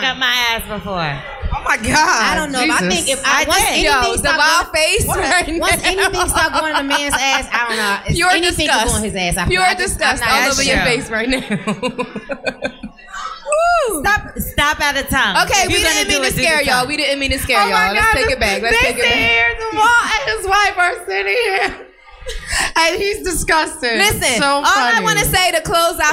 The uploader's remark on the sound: Lip Service Live. In the second half of the live show.